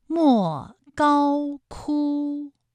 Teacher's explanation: 敦煌的莫高窟恰好就是一声和四声的组合